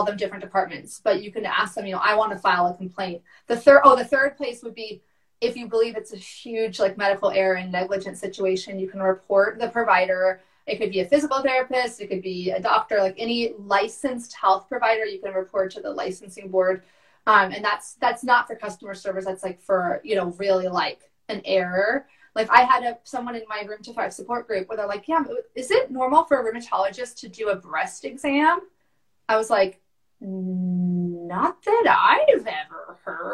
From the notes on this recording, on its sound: This conversation originally took place as an Instagram Live discussion in March 2022.